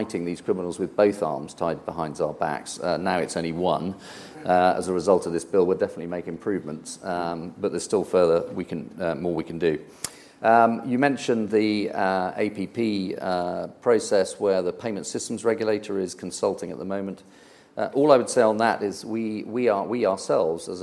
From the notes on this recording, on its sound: hosted at Conservative Party Conference